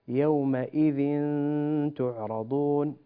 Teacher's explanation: ثانيا يومئذ بين الذال، أنا سمعتها دال